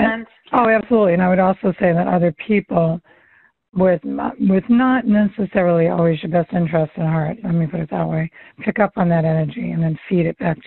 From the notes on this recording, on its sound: All of these coaching calls have been recorded with permission, and the sound quality may vary.